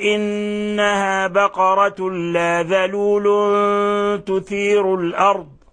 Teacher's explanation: النون الساكنة جاء بعدها أحد حروف الإخفاء الحقيقي وهو التاء، والتاء أحد حروف الإخفاء الخمسة عشر التي مطلعها صف ذاتنا، فهكذا نخرجها وهكذا نلفظ بها. · Term: إخفاء حقيقي